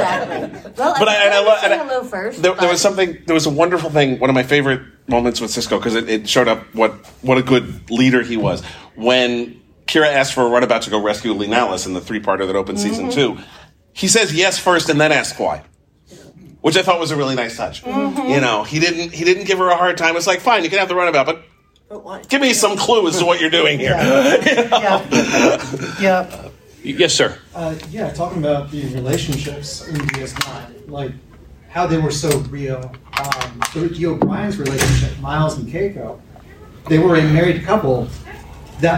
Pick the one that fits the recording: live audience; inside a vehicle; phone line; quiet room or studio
live audience